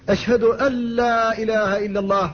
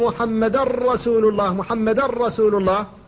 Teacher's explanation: وإذا حصل الادغام الخالص وهو إدغام النون في اللام أو في الراء فلا غنة حينئذ، تذهب الغنة معها. أشهد أن لا إله إلا الله فلا غنة، أشهد أن محمد رسول الله محمد رسول الله، أدغمت النون إدغاما خالصا في الراء، فالشهادتان فيهما الإدغام الخالص للنون في اللام وفي الراء.